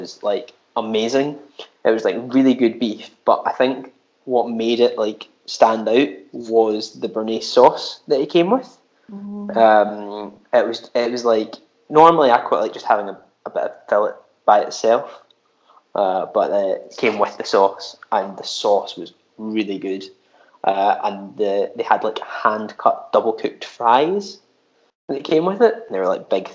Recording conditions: poor sound quality